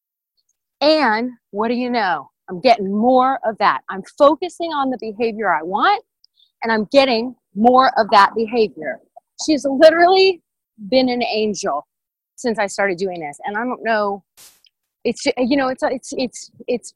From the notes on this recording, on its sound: In this episode, I recorded my thoughts on a recent dog walk.